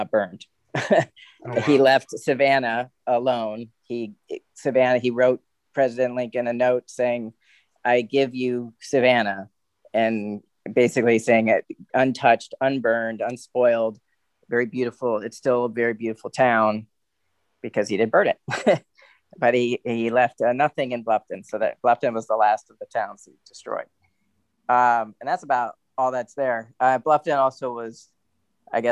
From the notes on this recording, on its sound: We record remotely and we work remotely as well so, if you hear an email or a notification, perhaps a hiccup with the recording, please forgive us